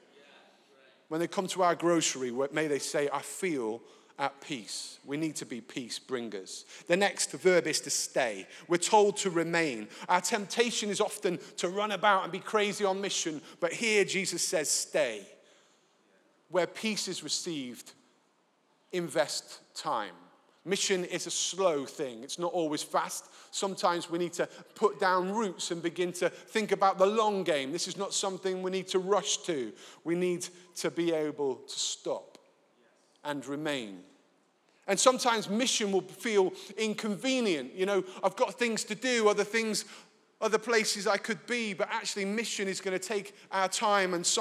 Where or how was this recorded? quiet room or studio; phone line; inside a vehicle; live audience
live audience